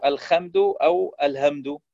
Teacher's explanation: وعندنا بعض الأخطاء التي ترد في حرف الحاء، مثلا يبدلها خاء أو هاء عند غير العرب، بدل أن يقول الحمد الخمد أو الهمد، وهذا لا يصلح.